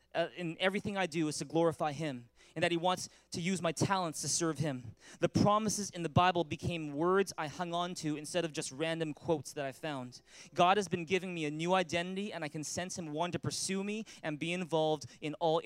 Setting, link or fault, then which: setting, large echoing room